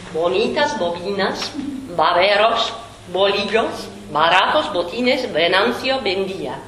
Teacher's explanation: I'm using the same mouth movement for the V and the B